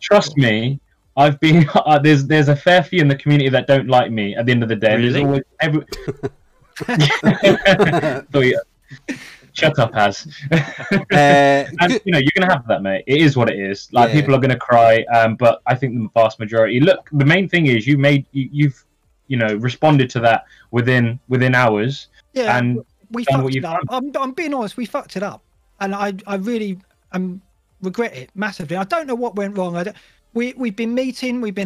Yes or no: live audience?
no